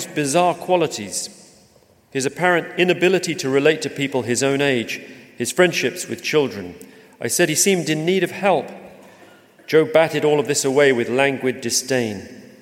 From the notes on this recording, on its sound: LIVE AT THE ROYAL FESTIVAL HALL. This is an edited version of a conversation that took place in front of a live audience at London's Royal Festival Hall. Thanks also to the Royal Festival Hall events team for letting me use this edited version of the recording here.